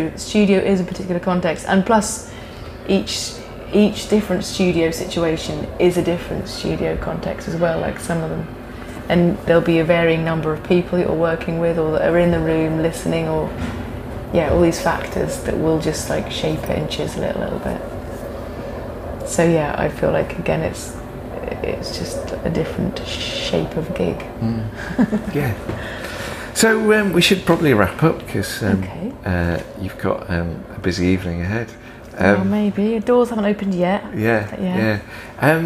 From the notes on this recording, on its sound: This conversation was recorded at Clwb Ifor Bach in Cardiff